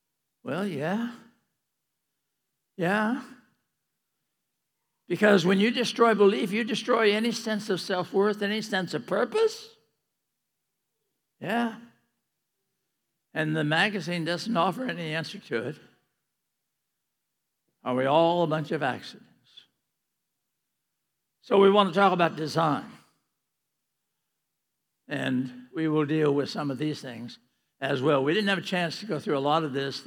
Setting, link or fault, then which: setting, large echoing room